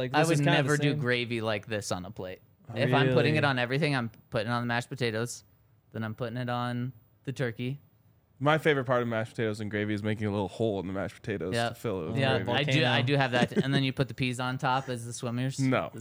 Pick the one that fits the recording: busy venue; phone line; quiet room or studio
busy venue